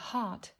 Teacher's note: Từ này đọc là heart với âm a dài, r và âm cuối là t chứ không phải là hurt